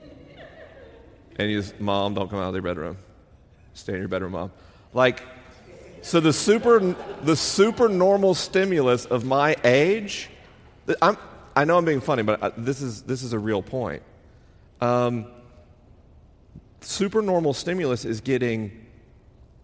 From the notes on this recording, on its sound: LIVE in Los Angeles, CA. This week is a live episode. The questions are unscreened and the answers are unrehearsed. I'm traveling around the country on tour.